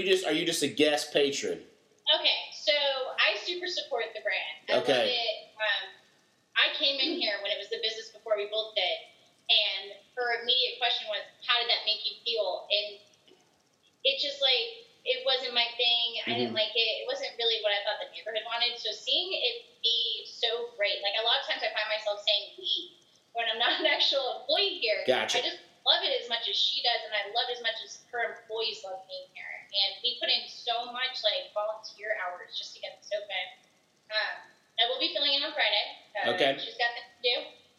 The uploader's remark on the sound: With Coronavirus messing everything up. Busted out the Zoom.